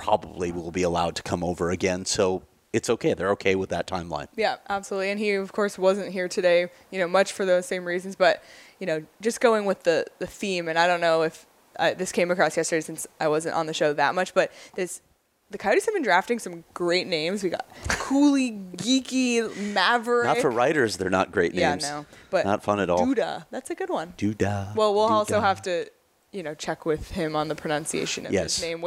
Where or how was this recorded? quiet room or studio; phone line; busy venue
busy venue